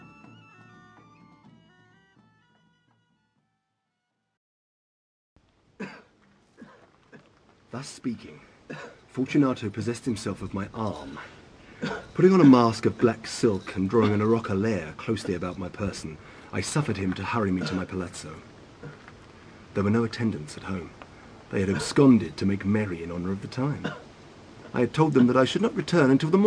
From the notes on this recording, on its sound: Was recorded on location in ancient vaults. Every footstep and cough, every brick and every echo are captured.